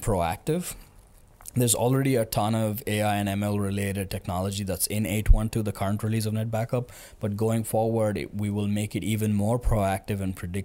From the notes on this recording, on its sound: live from Vision Solution Day (VSD) Madrid #VtasVision